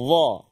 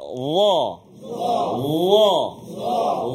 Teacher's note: huruf yang hujung lidah kita keluar sedikit, ha, dan jarang kita praktikkan macam tu. · Term: huruf dha